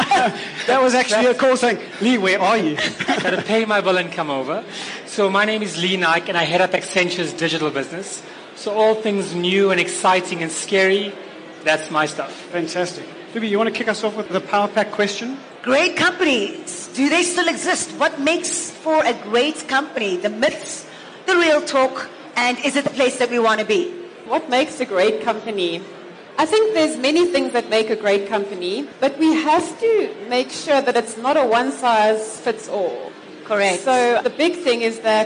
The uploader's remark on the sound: With a panel of thought leaders and experts at LeaderEx 2016. LIVE, interactive masterclass at Sandton Convention Centre, during which our audience were also able to ask the questions we all ask.